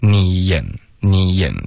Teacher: 可是英文呢得分开，你眼你眼，非常明显的两个音节